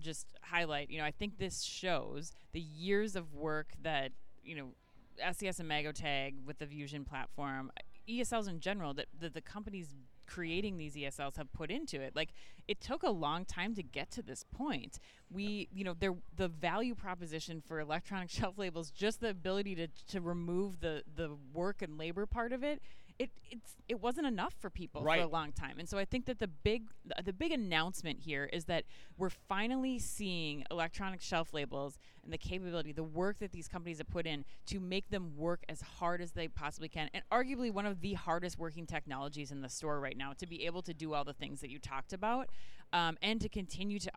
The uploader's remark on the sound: In the latest edition of the Omni Talk Fast Five live from Shoptalk Europe in Barcelona.